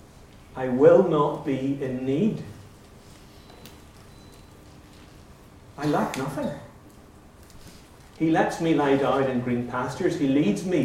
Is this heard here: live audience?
yes